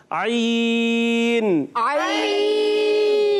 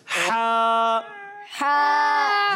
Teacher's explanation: عین اور ہا حلق کے درمیان والے حصے سے ادا ہوتے ہیں